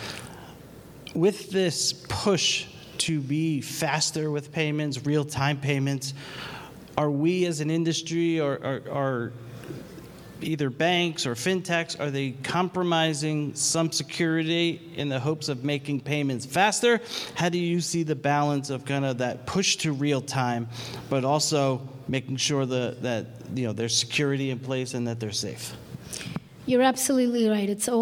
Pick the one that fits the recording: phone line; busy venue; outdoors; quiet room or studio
busy venue